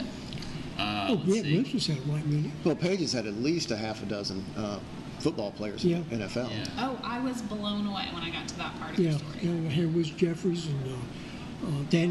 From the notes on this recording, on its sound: The Starlight Room recorded from inside Gibb's Hundred Brewing on State Street.